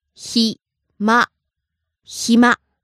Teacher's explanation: Starts low, ends high.